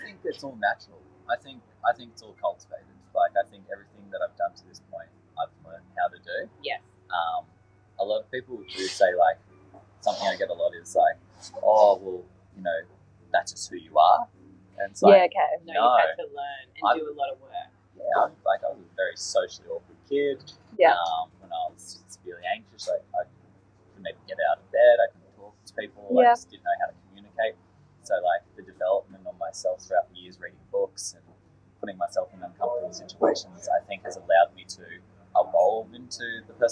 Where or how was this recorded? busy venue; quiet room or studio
busy venue